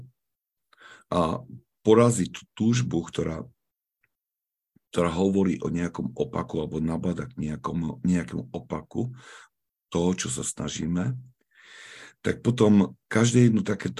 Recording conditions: video call